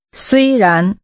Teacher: The tones are high level and rising.